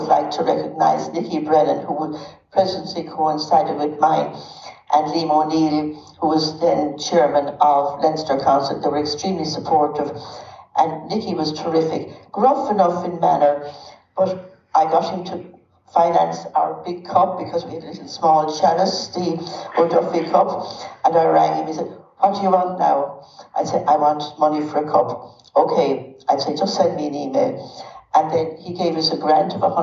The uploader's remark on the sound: Interviews recorded live at the Irish Film Institute at our tenth annual Women in Sport Conference.